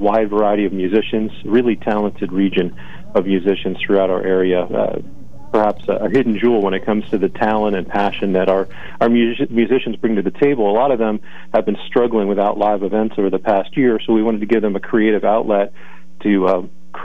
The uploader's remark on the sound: with a live call-in update